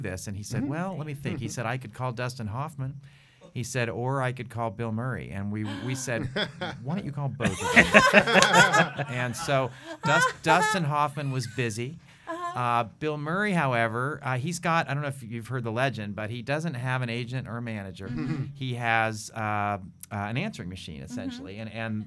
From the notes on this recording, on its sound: All done before a live studio audience!